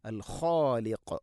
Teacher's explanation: ഖ തൊണ്ടയുടെ മുകൾ ഭാഗം, ഖാഫ് അതിൻ്റെയും മേലെ ചെറുനാക്കിൻ്റെ അടുത്ത്. അതുകൊണ്ട് ശ്രദ്ധിക്കുക, അൽ ഖാലിഖ്.